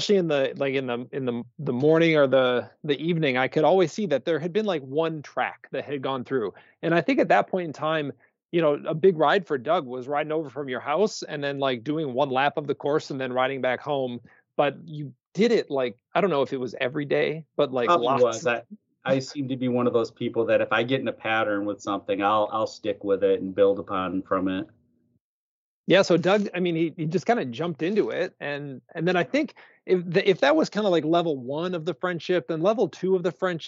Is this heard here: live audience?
no